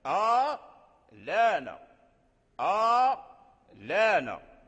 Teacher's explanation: لأن فيها مدتان، المدة الأولى ديال آ والمدة الأولى الثانية ديال لانا، آ لانا آ لانا، فيها مدتان. المدة الأولى لا خلاف فيها أنها بالتوسط آ، إنما الخلاف في المدة التي بعد اللام آ لانا.